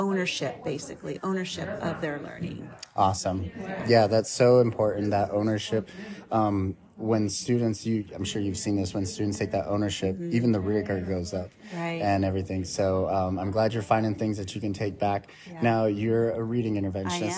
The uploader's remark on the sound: Live from ISTELive23